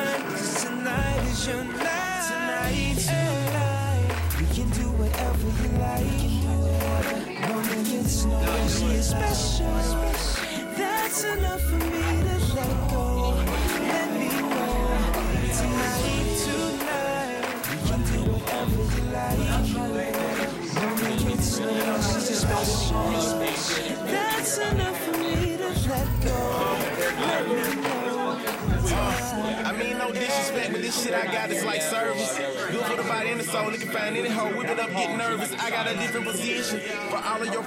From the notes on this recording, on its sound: Comprehensive Beatdown joined The Rougish Gent and Hood Hippie for a special group podcast as part of Jackson Indie Music Week. Reps from each podcast hung out for a couple of hours around a table (covered in cords and laptops) to welcomed more than 10 special guests. We recorded the whole thing, while also hosting a live audience and streaming live on Hood Hippie’s radio station.